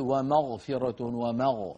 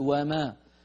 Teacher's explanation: لا تقل ومغفرة ومغ، لا تفخم الميم لأنها جاورت الغين · Shown in: second take · وإنما قل وما. · Term: الواو والميم مرققتين